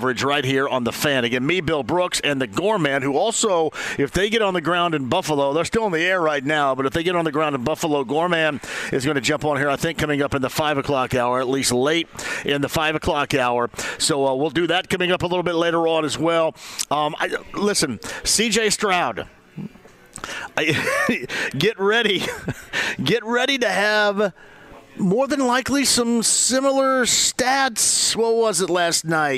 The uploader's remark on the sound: Live From Harrah's Hoosier Park Racing & Casino! He then opens the phone lines up and takes a call on the Colts.